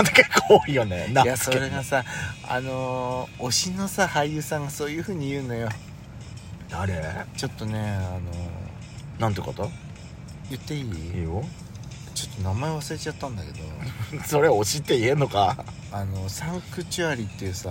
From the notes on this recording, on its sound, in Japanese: パーキング収録